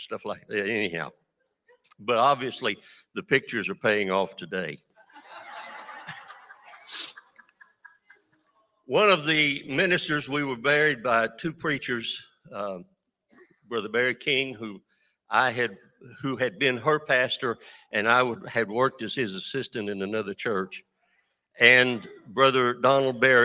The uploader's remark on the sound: At Newark United Pentecostal Church.